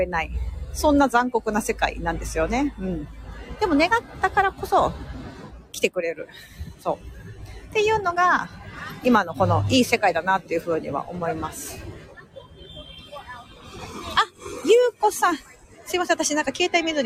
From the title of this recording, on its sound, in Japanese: NYマンハッタンを歩きながら